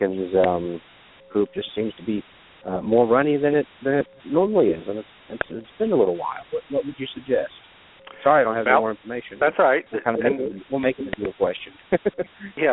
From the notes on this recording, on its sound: Today, we will be taking chicken health questions by phone and by my Facebok page! Is a nationally broadcast web radio show.